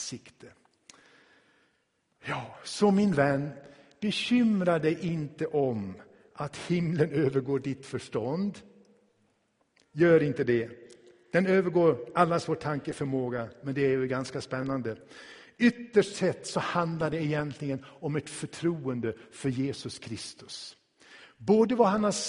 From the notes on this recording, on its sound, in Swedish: Inspelad i Tabernaklet i Göteborg 2016-11-06.